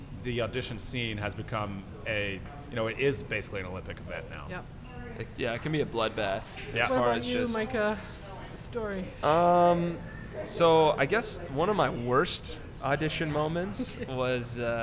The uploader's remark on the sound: Recorded at Fools & Horses on Boadway, Winnipeg